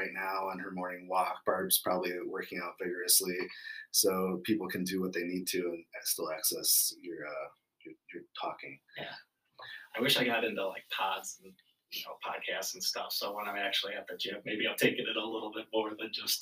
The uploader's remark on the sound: Apologies in advance for the low sound. I am still trying to figure out the best system to ensure there is clarity and appropriate volume in the sound system.